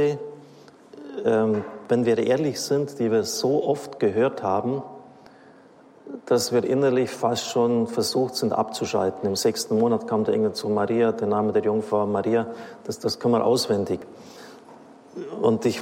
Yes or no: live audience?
yes